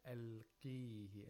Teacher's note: Another قَاف، another letter of إِسْتِعْلَى، which is قَاف. Again with كَسْرَة. With كَسْرَة. The lowest level of تَفْخِيم.